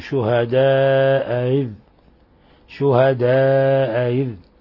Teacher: أظهر تسهيل الهمزة الثانية كما هو مذهب نافع